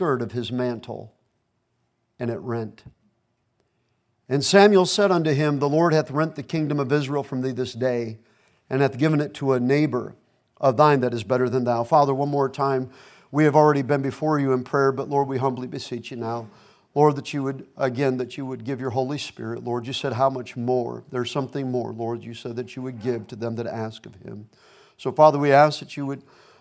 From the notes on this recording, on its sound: Preached at Gulf Coast Baptist Church in Ft. Walton Beach, FL.